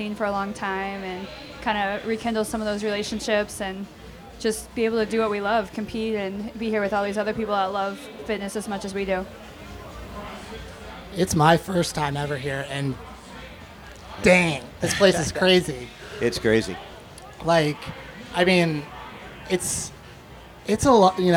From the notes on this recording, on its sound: A jam packed episode recorded live on stage at Wodapalooza in Miami.